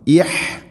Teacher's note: ഇഹ് ഹംസ തൊണ്ടയുടെ താഴെ ഭാഗം